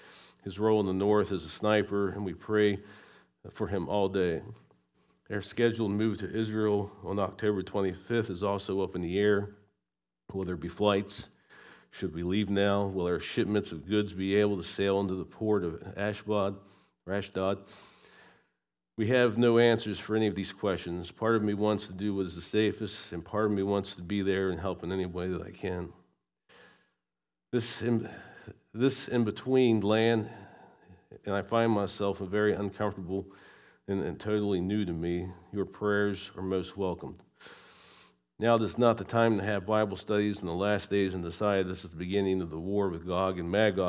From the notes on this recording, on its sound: recorded at Shenandoah Valley Baptist Church on Oct 15, 2023